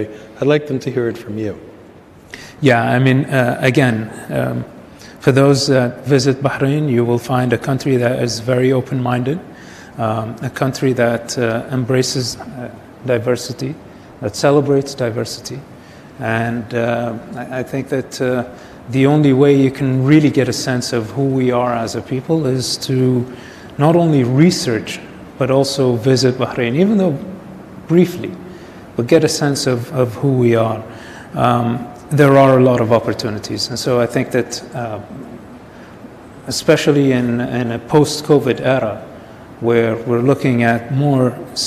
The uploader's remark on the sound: At Yeshiva University in New York City. Thank you to Yeshiva University for hosting. Recorded in front of an audience.